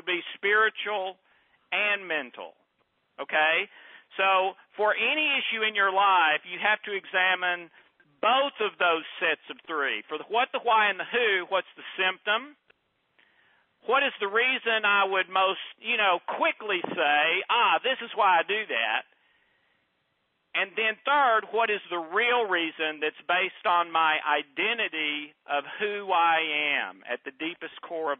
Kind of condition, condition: link, phone line